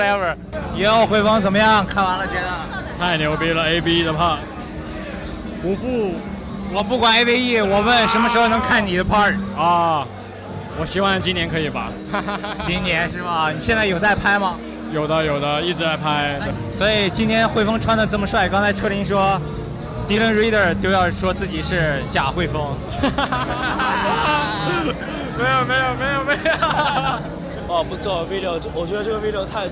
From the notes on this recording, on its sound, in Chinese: Vans Propeller 上海首映现场采访。KickerLive 现场视频采访。